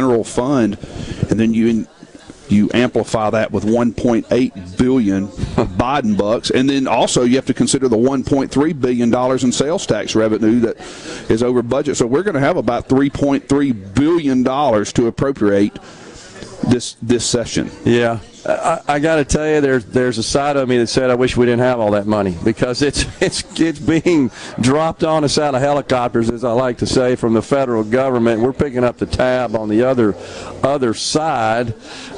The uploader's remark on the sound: LIVE from Stone's Jewelry in Tupelo